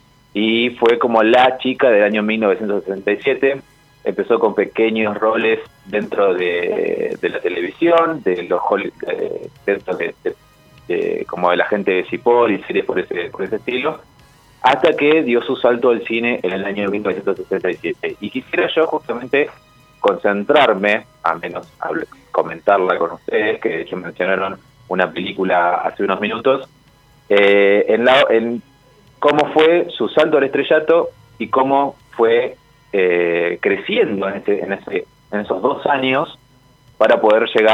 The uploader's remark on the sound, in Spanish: salió por teléfono